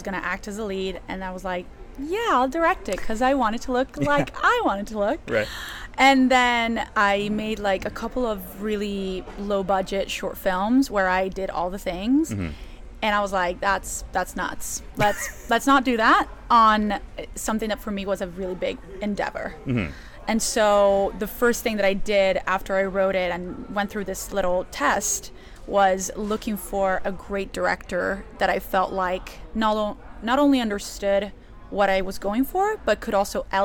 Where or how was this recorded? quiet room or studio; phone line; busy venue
busy venue